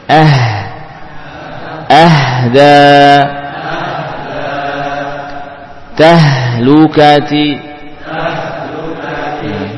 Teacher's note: Istifal. Jadi jangan ditebalkan.